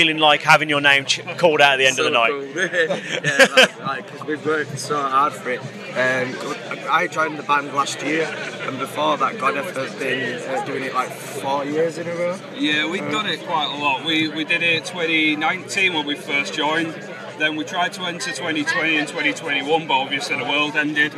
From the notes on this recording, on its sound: From our 'Live from Bloodstock 2023' series.